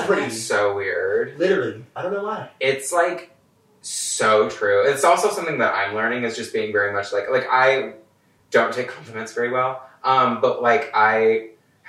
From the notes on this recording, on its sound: Sorry about the audio, we had a bit of technical difficult this week due to the move I'm having.